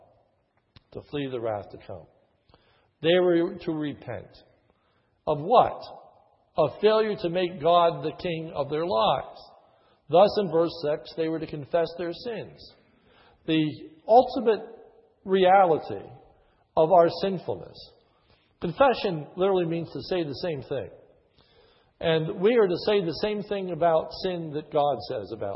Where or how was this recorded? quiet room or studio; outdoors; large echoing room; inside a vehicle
large echoing room